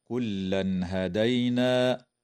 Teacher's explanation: إظهار حلقي للتنوين عند الهاء